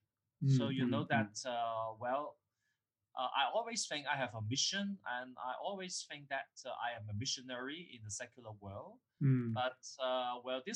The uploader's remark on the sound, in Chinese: 錄音的品質不是很好，很抱歉，還在學習中。